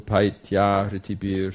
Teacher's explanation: the e at the end of a paiti becomes ya, and it sort of blends into the next vowel